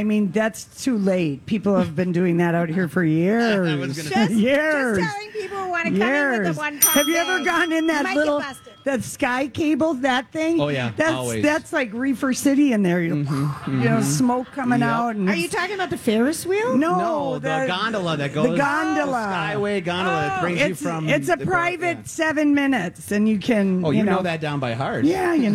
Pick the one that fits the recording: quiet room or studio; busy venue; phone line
busy venue